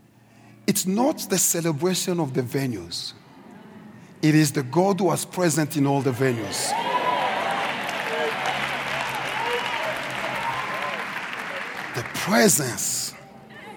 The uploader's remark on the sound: preached at Grace Bible Church Pimville on the 01st of October 2023